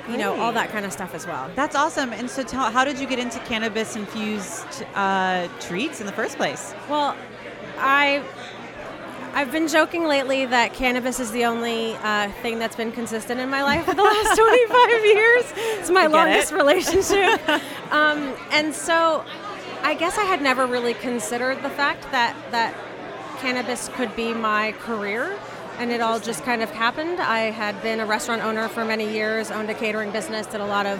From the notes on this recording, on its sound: Produced live at …’s Networking Event at the Electric Hotel in Chicago’s River North neighborhood. With the Electric Hotel brimming with excitement to hear from Keynote Speakers and network with like-minded people in the industry.